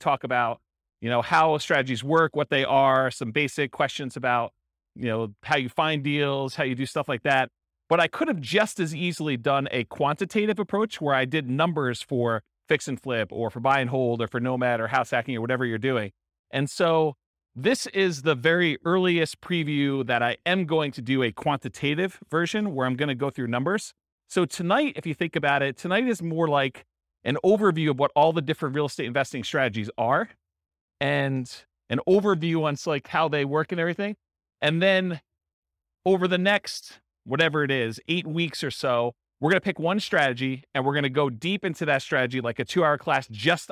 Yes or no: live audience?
yes